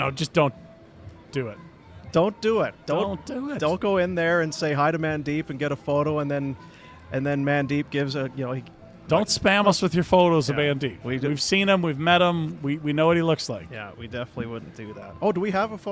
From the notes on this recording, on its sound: LIVE from the Grey Eagle